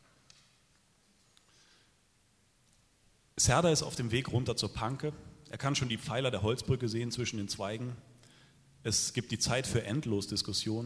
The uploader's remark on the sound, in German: liest live beim Eichborn-Salon in Köln